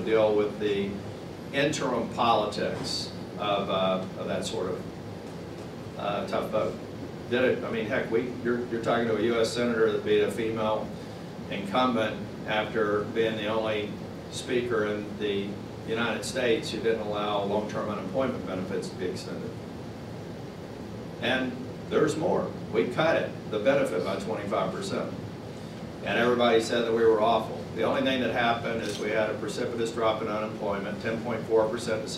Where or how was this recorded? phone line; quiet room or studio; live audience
live audience